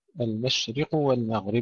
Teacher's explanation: المشرق القاف مضمومة وبعدها واو، ننتبه إلى تحقيق الضمة قبل أن ننتقل إلى الواو